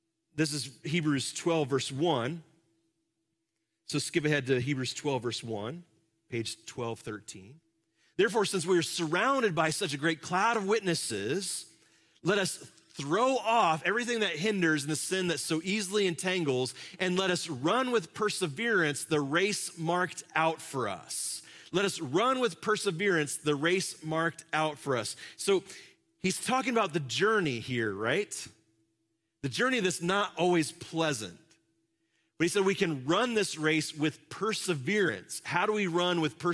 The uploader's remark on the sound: Live from our Celebration Ministry Center